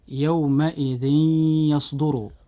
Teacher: كلمة يومئذ بها تنوين، وقد جاء بعد التنوين حرف الياء في كلمة يصدر، فهنا وقوع الياء بعد التنوين لابد أن يحدث الإضغام بغنة، فنقول يومئذ يصدر.